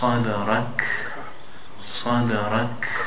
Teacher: Notice that sound on the kaf, on the end. Sadrak. There's air flowing out. · Term: humps